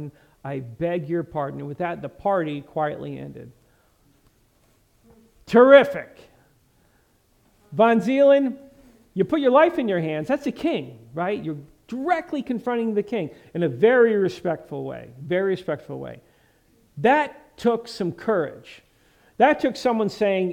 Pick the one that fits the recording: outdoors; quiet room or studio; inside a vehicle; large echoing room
large echoing room